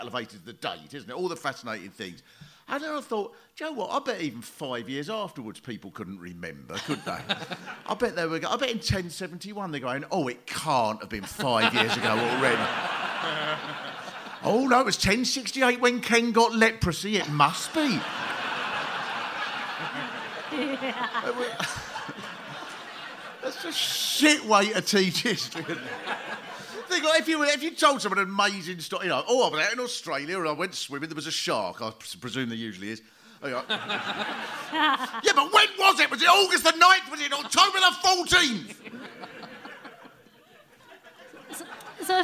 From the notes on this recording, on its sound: Britain in Crisis (Live!). Show recorded on 18th January at Leicester Square Theatre.